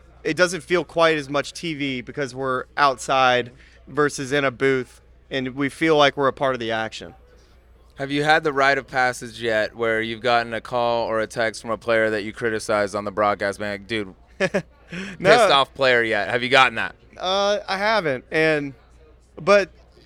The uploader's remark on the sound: Subpar Live from Augusta